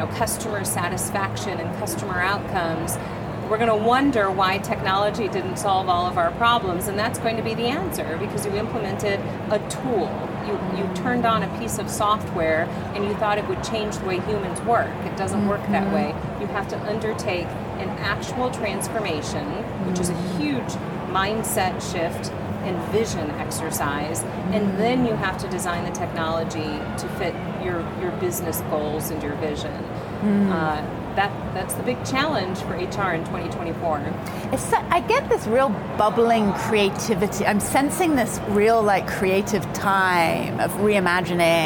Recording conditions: busy venue